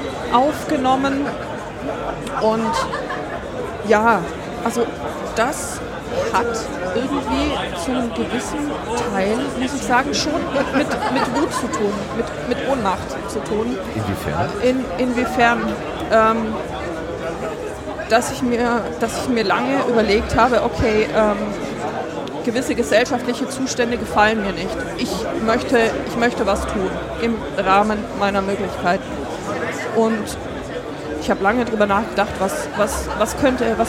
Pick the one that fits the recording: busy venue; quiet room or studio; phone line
busy venue